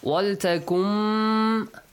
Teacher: you merge nun to mim with mim, and yeah, prolong it for two beats. Yes. Also a nasal sound. · Term: Idgham